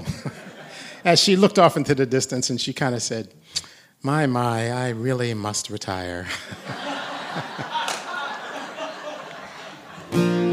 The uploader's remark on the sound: This concert was held June 29, 2019 at the Blue Hill Town Hall, Maine, at 7pm.